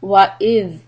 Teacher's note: The tip of the tongue comes under for the letter thal.